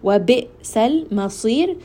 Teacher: Sad here is going to be heavy, and then ra here is going to be light.